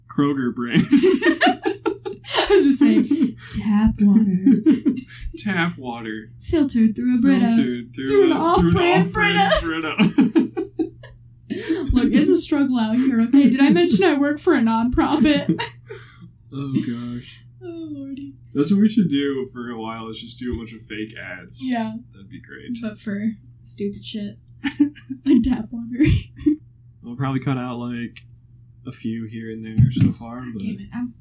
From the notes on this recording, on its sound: Bear with us as we learn how to record and edit real good.